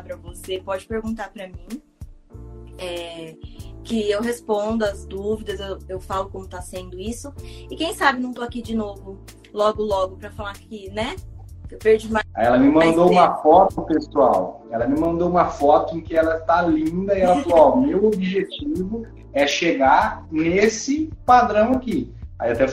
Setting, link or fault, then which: link, video call